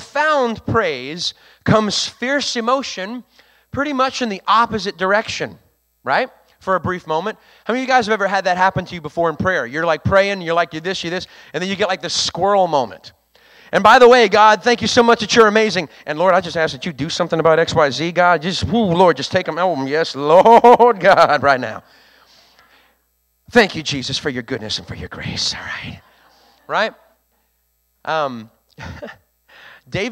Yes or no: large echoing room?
yes